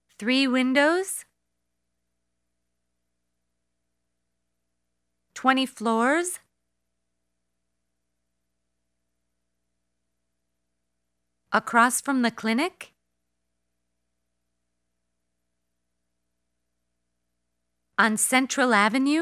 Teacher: Rising intonation to check understanding.